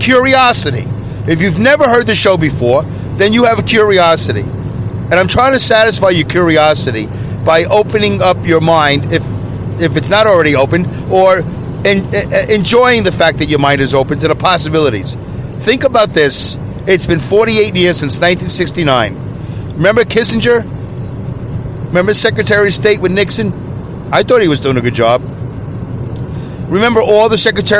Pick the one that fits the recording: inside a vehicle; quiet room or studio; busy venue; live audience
inside a vehicle